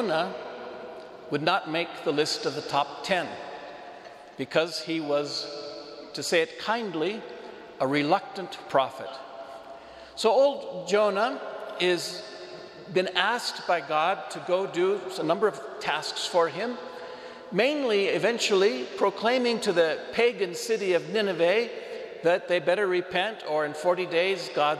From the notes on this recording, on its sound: Homily delivered to the Catholic Community of Saint Francis, Cuenca, Ecuador.